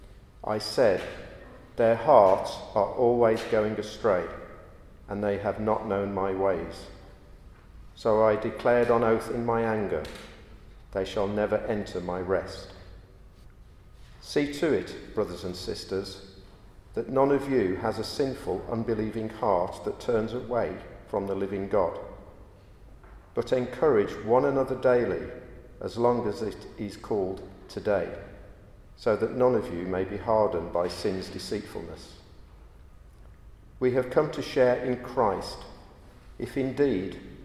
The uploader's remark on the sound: a Christians in Parliament Chapel Service which was held in the Chapel of St Mary Undercroft